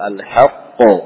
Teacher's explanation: Kemudian bunyi qalqalahnya ya jangan dikasih unsur harokat ya. Jangan terlalu membuka al-haq ya.